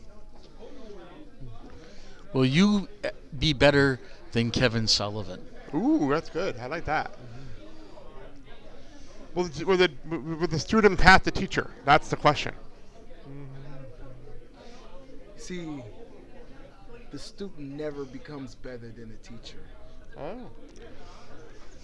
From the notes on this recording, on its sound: Did a show live in the bar area of the Elks Lodge 400 before Brew City Wrestling Rise to Honor XV.